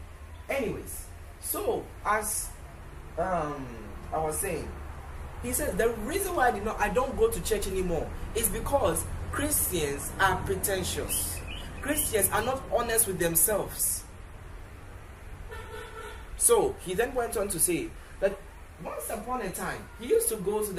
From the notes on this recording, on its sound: Preached at the The Day Of Blessings Service, Accra, Ghana.